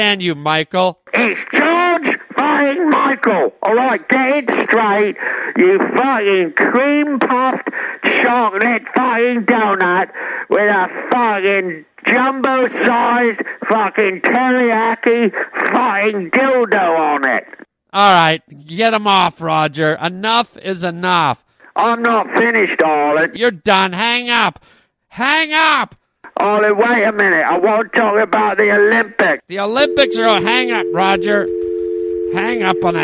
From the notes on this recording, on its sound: phone calls from listeners